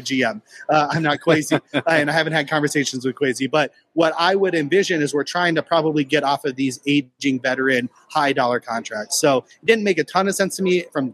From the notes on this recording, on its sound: Climbing The Pocket’s Vikings Happy Hour will be doing their first live on-site broadcast from Lake Monster Brewery.